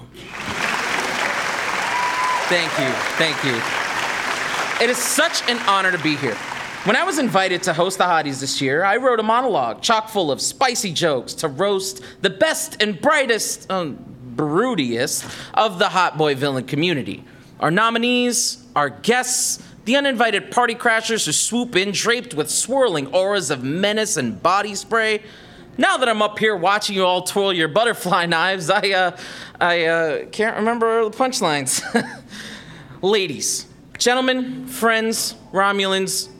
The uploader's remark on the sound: Welcome to our second show here at The Newton at First Draft at Changing Hands, at Phoenix, Arizona.